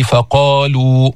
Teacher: أعلى مراتب التفخيم لأنه حرف استعلاء مفتوح وبعده ألف